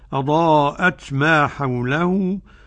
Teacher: برضو نحافظ على همس التاء، الهمس اللطيف